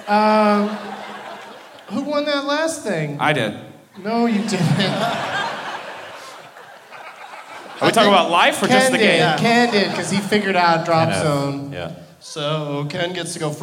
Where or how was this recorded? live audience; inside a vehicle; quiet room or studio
live audience